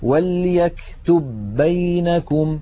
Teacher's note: لابد من إدغام الباء الأولى في الثانية